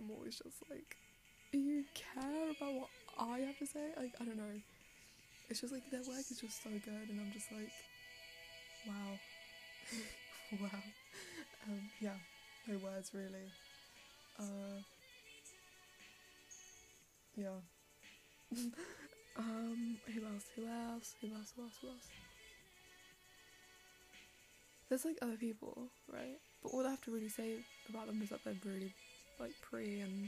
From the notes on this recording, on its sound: More background noise for you.